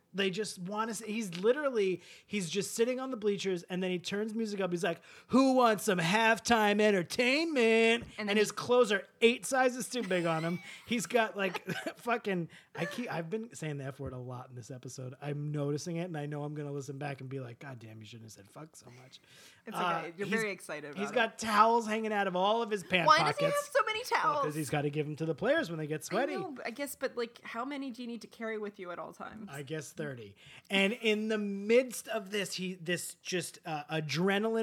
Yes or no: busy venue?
no